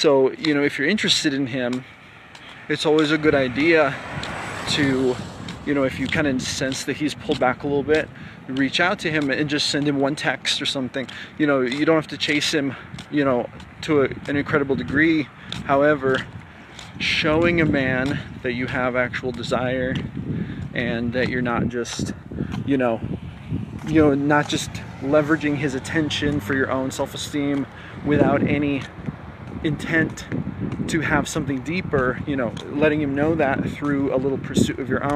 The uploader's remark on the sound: Note: I apologize for the wind noise!!!! This was a clip I recorded while on a walk—so it’s raw and unfiltered!